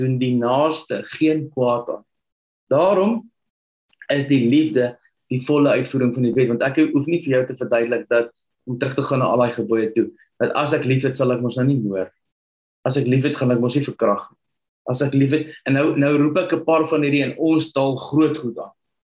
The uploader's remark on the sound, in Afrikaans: Manne van die Woord Zoom Byeenkoms